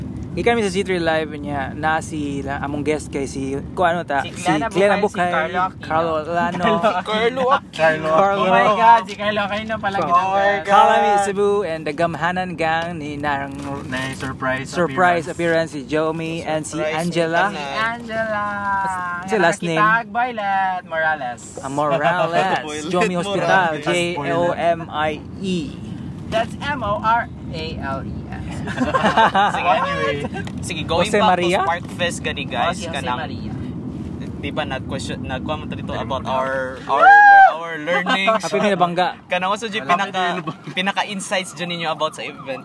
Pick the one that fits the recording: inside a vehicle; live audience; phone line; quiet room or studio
inside a vehicle